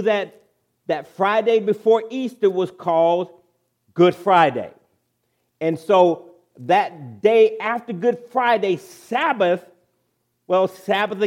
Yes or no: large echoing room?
yes